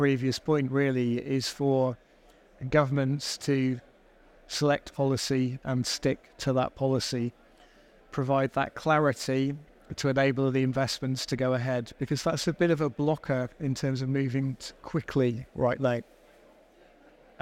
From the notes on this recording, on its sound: Recorded live at ADIPEC 2023